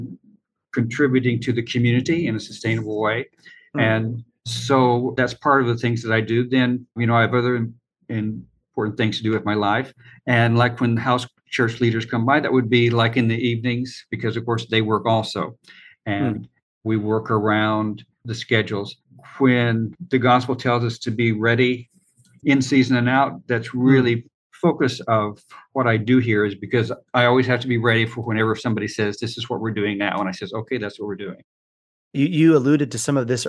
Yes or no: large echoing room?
no